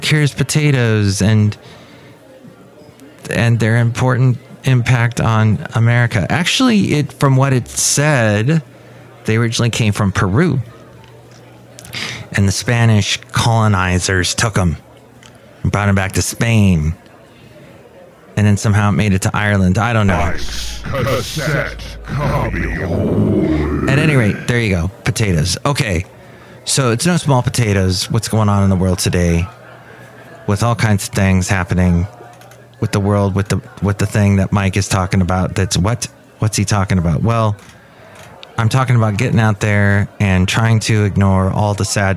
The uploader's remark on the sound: podcasts live from Café Anyway